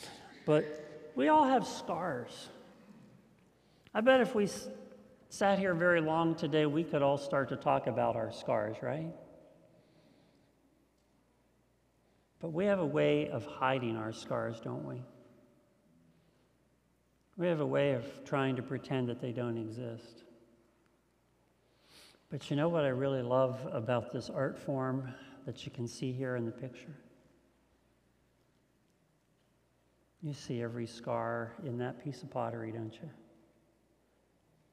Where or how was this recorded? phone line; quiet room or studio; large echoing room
large echoing room